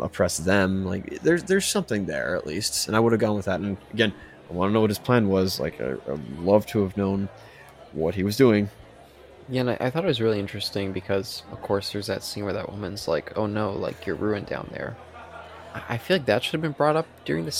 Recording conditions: live audience